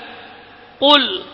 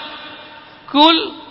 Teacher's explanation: tidak boleh lepas udara karena bukan huruf hamas · Shown in: first take